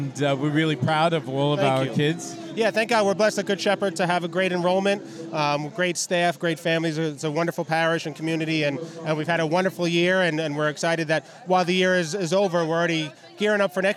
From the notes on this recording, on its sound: Live from Maimonides Park in Coney Island, home of the Brooklyn Cyclones, for the 4th Annual Catholic School Night. He speaks to those in attendance at this special event.